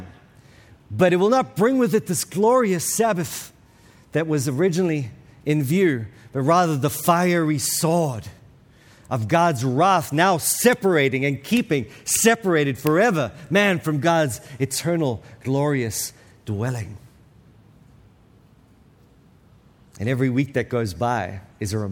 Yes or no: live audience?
yes